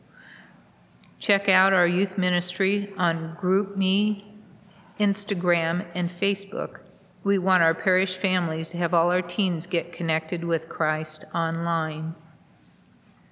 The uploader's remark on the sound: Mass at Holy Spirit Catholic Church in Creston Iowa